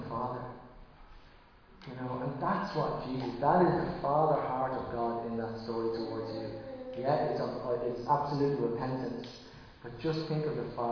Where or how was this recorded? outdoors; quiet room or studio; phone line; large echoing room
large echoing room